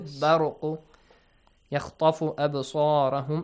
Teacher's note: And the next one, bar ra, the letter ra must be heavily pronounced because it's a fatha sound before